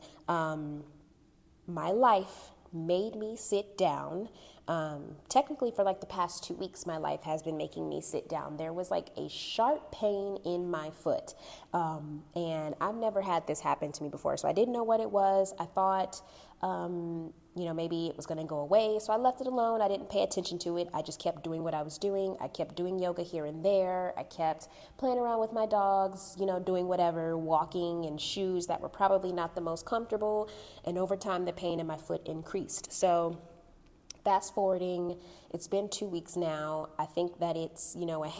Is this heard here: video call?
no